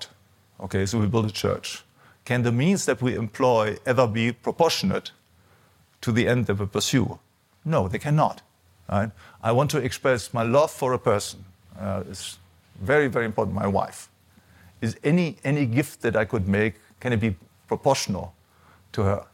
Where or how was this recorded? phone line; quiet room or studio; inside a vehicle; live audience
live audience